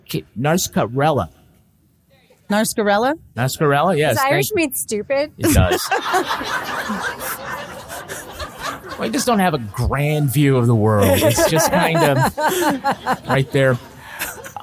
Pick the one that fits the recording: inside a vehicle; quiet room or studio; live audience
live audience